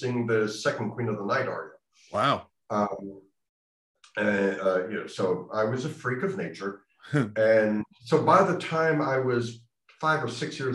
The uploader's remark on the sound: This interview was recorded on 1st December 2021 via Zoom.